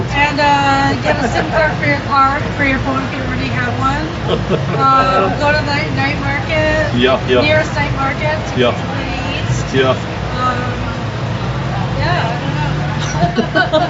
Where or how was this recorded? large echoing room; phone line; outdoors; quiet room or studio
outdoors